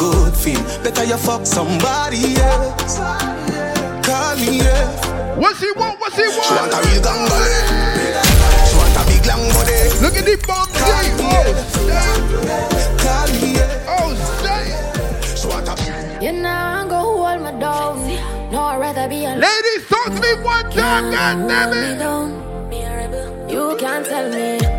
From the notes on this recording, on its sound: Live Recording Djing at Empire Lounge for Comma Crazy Fridays in New Jersey!